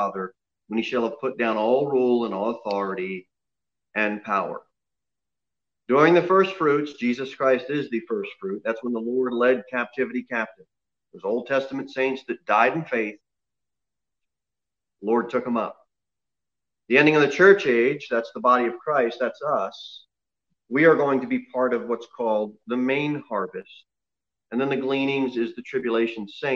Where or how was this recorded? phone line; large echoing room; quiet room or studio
large echoing room